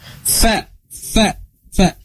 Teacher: logat fa bahasa Arab itu digigit fa